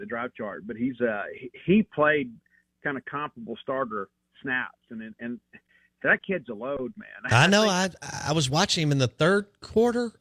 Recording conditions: phone line